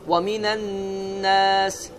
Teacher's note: Amma ləm oxunmadı. Əgər bu şəmsiyyə hərflərindən biri gələrsə, və o zaman ləm oxunmaz.